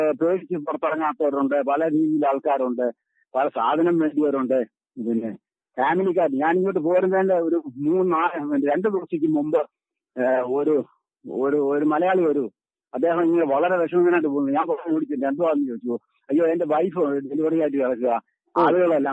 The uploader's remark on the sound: Telephone Interview